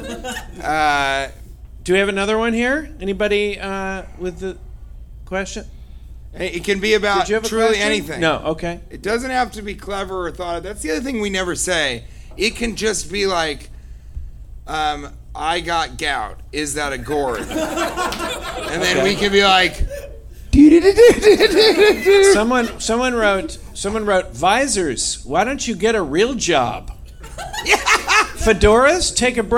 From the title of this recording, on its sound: Live from Oxnard Levity Live